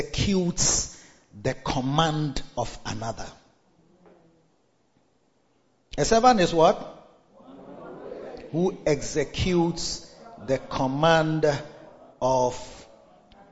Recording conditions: large echoing room